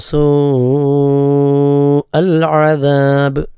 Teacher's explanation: സൂ അൽ അദാബ് മദ്ദുണ്ട് അസീനിന്. മദ് മുത്തസ്വലാണ് നീട്ടി ദീർഘം നൽകി ഓതേണ്ടതുണ്ട്